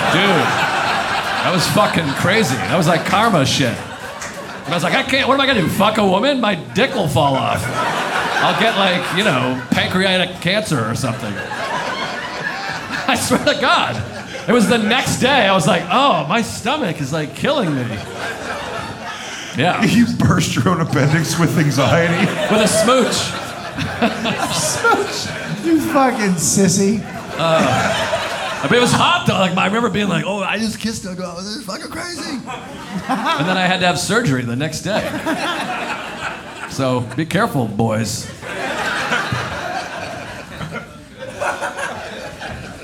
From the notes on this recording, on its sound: Moontower 2023. Filmed live from Moontower Comedy at The Creek and the Cave in Austin Texas.